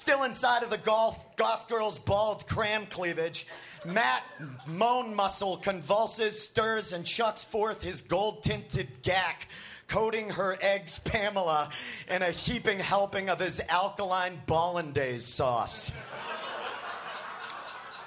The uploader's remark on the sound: Recorded August 21, 2014 at the high plains comedy fest in Denver.